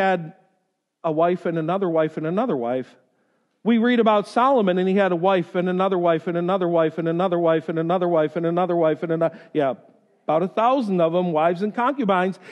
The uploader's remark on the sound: This lesson was delivered during the first service on Sunday, January 13.